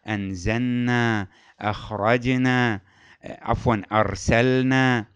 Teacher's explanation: هناك تنبيه مهم جدا، اللام الساكنة في الأفعال إذا جاء بعدها نون، مثل أرسلنا، أنزلنا، هذه النون، اللام والنون متقاربان في المخرج، فينحرف مخرج اللام إلى النون. فعادة الناس التي يعني لا تنتبه إلى المخارج تقول أرسلنا، أنزلنا، وهذا مشكل خاصة في الصلاة، فيه إشكال في القراءة. · Term: انحراف مخرج اللام